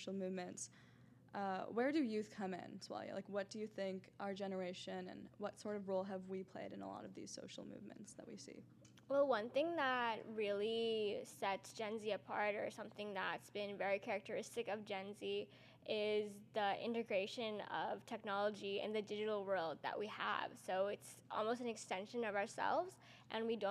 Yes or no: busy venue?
yes